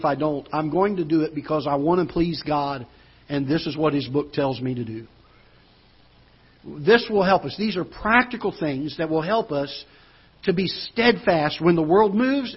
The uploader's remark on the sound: Ketha Heights Baptist Church ~ Live Broadcast